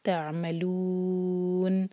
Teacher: نون کو ہم ساکن کر کے رک رہے ہیں تو یہاں پر مد عارض لسکون، چار حرکت لمبا کریں گے اور نون کو کلیئر پڑھیں گے